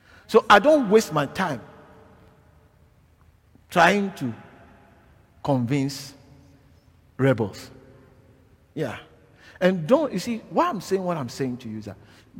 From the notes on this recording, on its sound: preached at LCI Silverlakes